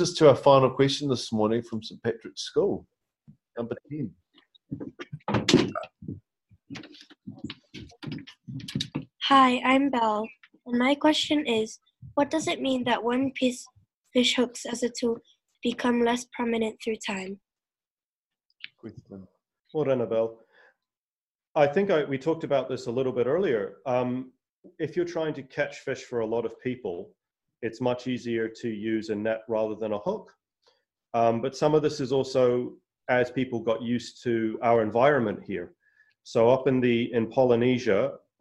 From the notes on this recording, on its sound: LEARNZ web conference